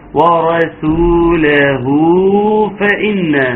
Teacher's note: مد صله صغرى مقدارها حركتين